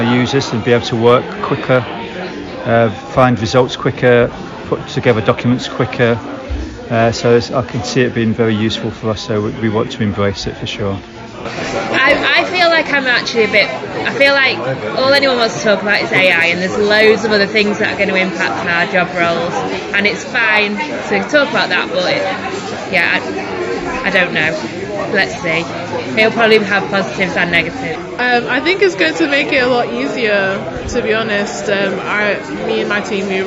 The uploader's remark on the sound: This is the final episode in a three part mini-series about the Lion+Mason event at the Leeds Digital Festival 2023. Recorded on the day, you'll hear from a variety of event attendees as they they reflect on what they learned from the sessions.